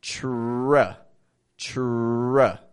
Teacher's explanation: corners of the lips come in to make like a W kind of sound, like a w, w, while making that R position. · Term: tr sound